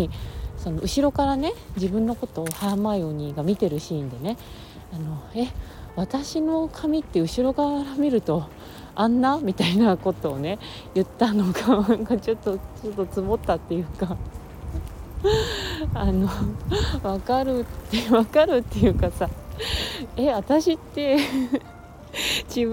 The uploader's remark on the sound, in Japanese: 酔っ払ってフラフラ歩きながらの収録。酔っ払って歩いて収録したけど。